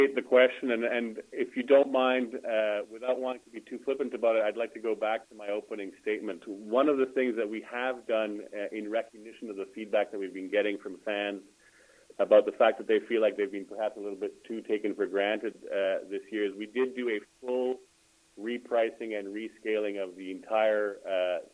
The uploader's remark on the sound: Senators Interactive Access Live Teleconference Call. Interact with Senators season ticket holders via teleconference.